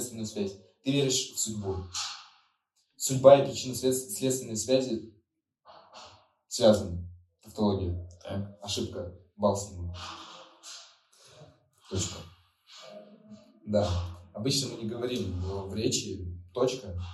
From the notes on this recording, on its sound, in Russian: В этом подкасте есть небольшие проблемы со звуков